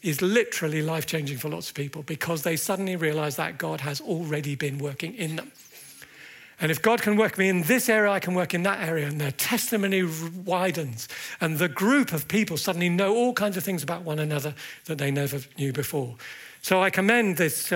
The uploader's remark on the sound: At the Evangelists' Conference 2024.